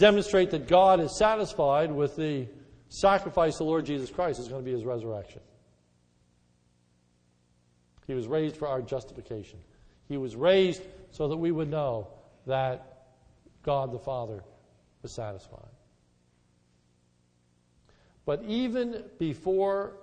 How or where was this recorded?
large echoing room